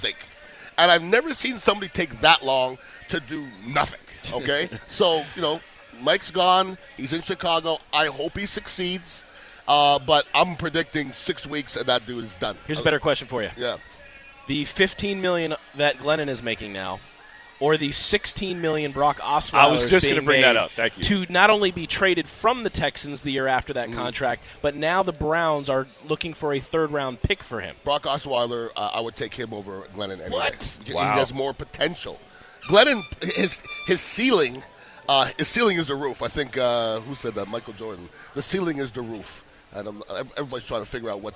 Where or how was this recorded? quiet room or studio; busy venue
busy venue